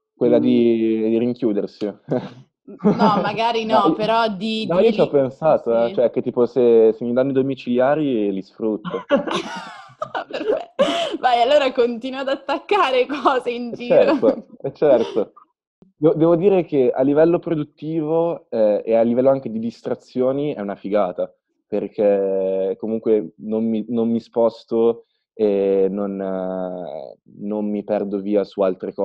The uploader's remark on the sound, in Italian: "Pronto, Quarantena" sarà una raccolta di chiacchierate al telefono registrate con alcune persone speciali.